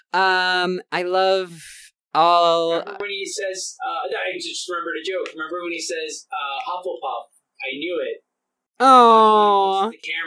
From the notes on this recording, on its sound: Unfortunately, the process of setting this up the first time lead to some bad audio issues, which we will have straightened out by our next one.